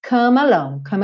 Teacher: Então eu pego esse M e já junto com A.